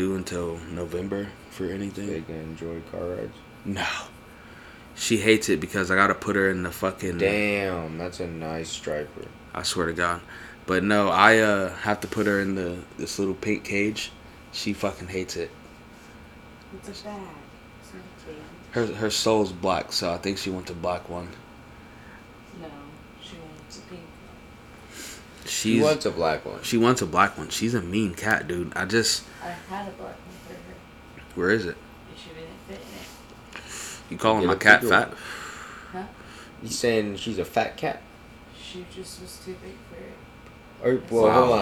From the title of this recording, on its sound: Quiet Episode, Like Almost ASMR Quiet